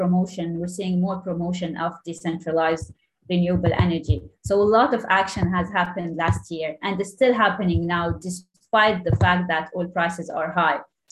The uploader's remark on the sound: This public talk was conducted online via Zoom